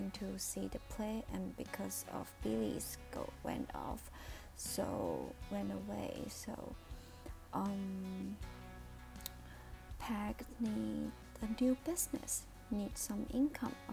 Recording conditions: uneven or low level